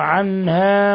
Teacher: عنها نون ساكنة جاء بعدها الهاء، حكم التجويد إظهار حلقي